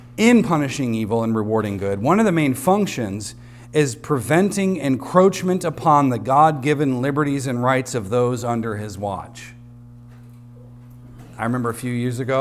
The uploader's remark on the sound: recorded on Sunday, October 8th, 2023, at the weekly worship gathering of Cross & Crown Church.